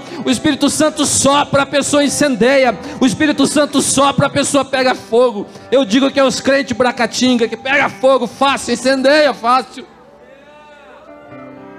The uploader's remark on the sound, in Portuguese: Dia 13/06/2021 na Igreja ABA Curitiba (Transmitido ao vivo)